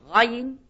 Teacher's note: ein R ganz weit unten, Rein. Ja, das sind gutturale.